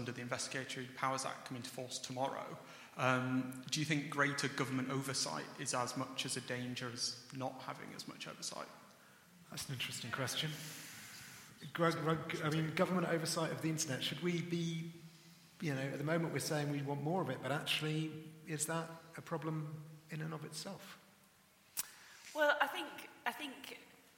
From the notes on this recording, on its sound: Recorded at The Emmanuel Centre in London in September 2018.